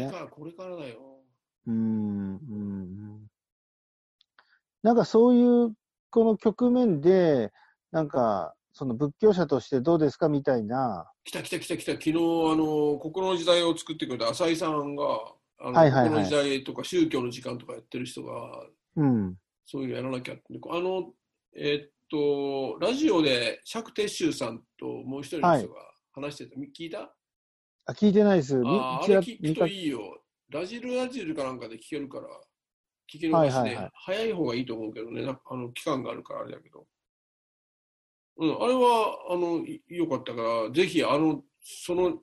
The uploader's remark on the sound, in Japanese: 今回はZOOMでの収録となります。